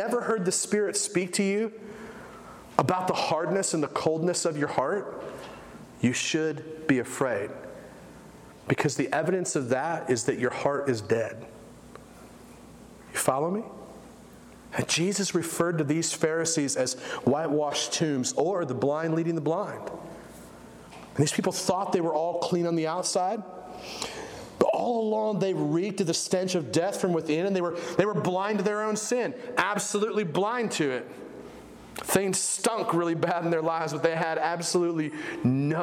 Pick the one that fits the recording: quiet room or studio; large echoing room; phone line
large echoing room